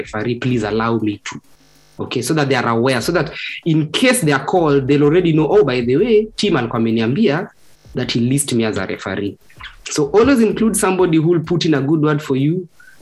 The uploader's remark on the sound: Today's episode is a snippet from the first of four online live sessions we conducted with the Cloudfactory team revolving around career development.